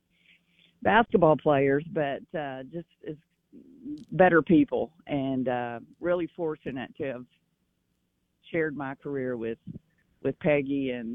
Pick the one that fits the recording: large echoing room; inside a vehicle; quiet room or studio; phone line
phone line